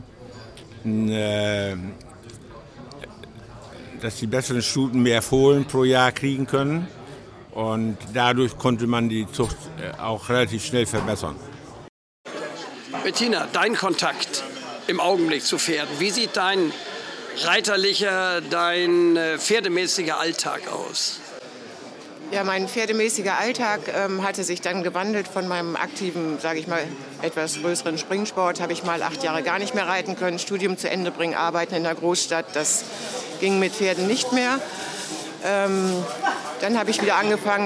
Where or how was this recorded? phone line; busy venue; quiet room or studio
busy venue